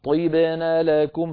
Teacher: فننتقل من طاء مكسورة إلى باء ساكنة إلى نون مفتوحة